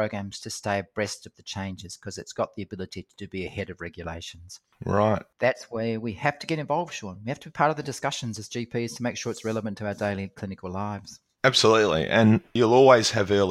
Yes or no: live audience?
no